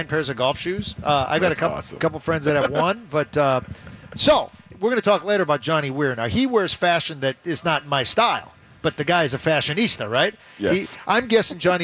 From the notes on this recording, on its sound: live from the Venture Bank Minnesota Golf Show